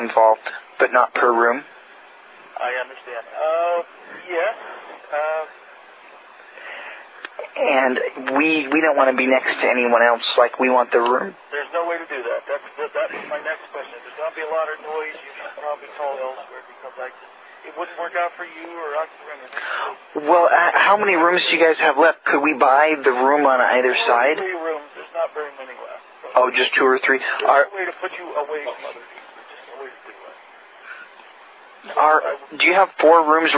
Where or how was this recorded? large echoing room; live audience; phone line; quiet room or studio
phone line